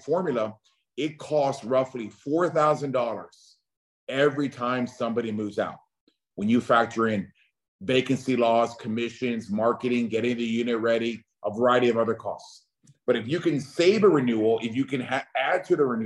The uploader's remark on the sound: Welcome to another Special Zoom session